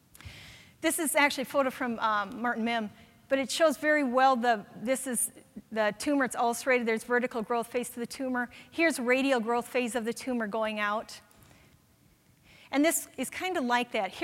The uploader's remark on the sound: Audio podcast from the 8th Annual SDPA Fall Dermatology Conference in Grapevine, TX.